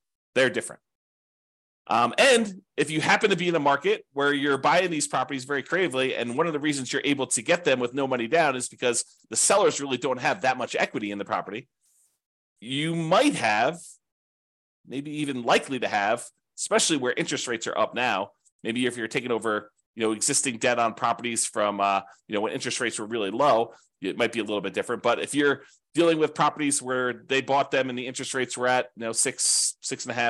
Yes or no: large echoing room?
no